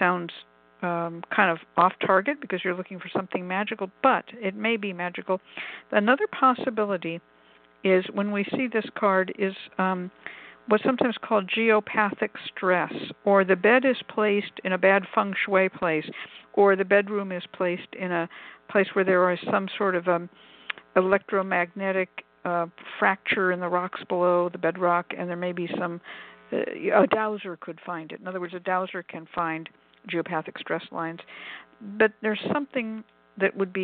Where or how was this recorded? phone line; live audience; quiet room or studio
phone line